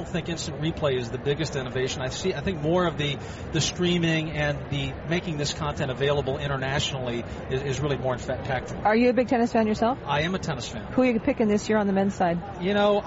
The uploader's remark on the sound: Live from the 2016 US Tennis Open.